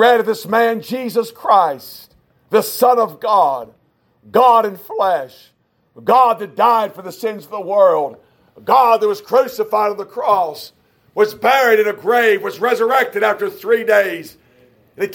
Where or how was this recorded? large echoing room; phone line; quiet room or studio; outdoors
large echoing room